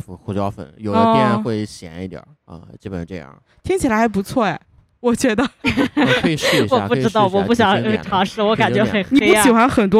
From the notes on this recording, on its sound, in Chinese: 来自济南的新播客清风微拂。在一个秋天晚上。录音地点：Vniegar Taproom精酿啤酒吧。